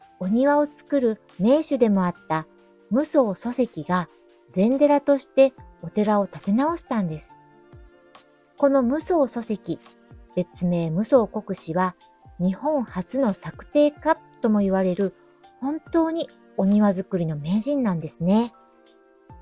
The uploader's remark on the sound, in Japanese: 何度かにわけて収録したため、声質・声量・話すテンポが変わってしまい、雑音も入り。Stand.fm。